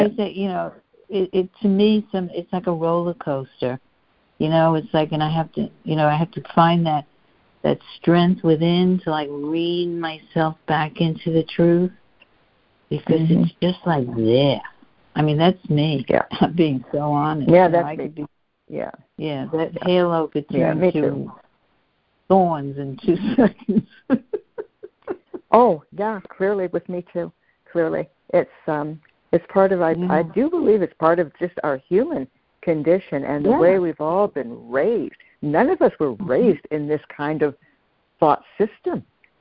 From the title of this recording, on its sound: CONF CALL